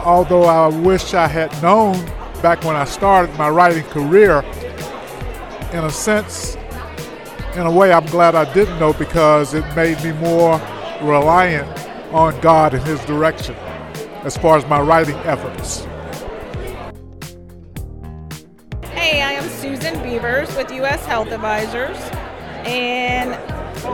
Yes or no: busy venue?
yes